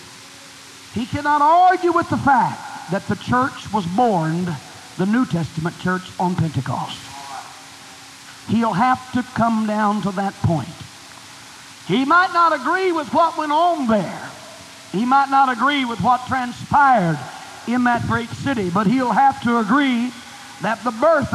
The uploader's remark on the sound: At First Apostolic Church, North Vernon, Indiana.